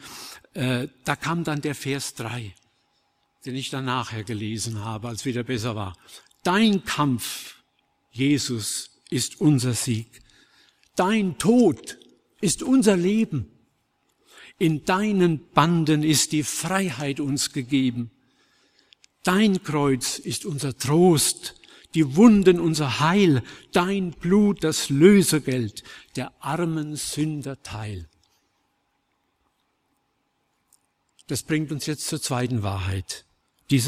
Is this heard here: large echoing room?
yes